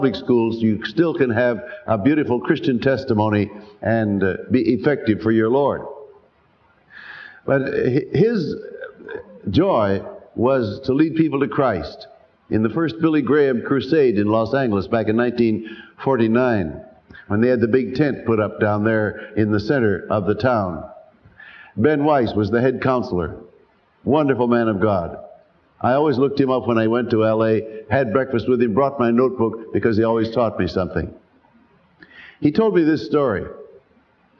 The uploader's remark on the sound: Sermon, preached live. At Calvary Baptist Church, New York City.